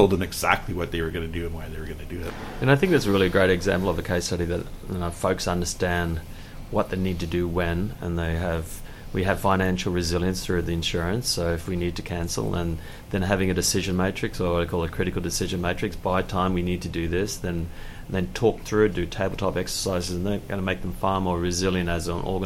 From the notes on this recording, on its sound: At the FEO 2018 Conference in Hamilton Ontario.